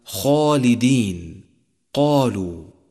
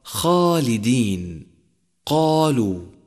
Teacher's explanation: ثانيا، من الأخطاء كثيرة الوقوع ضم الشفتين عند النطق بالحرف المفخم، خاصة إذا كان بعده ألف، كقول القارئ خطأ خالدين قالوا، والصواب خالدين قالوا، فإن ضم الشفتين يؤدي إلى تشريب حركة الفتح بالضم، وهو خطأ · Shown in: first take